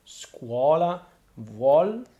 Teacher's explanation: a U, or technically the W glide, will open a stressed O